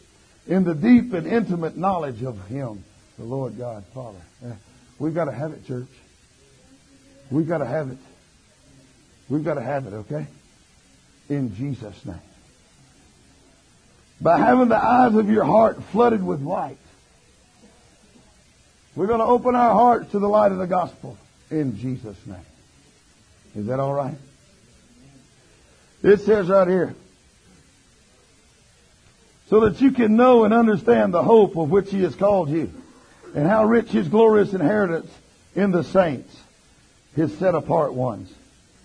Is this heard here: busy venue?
no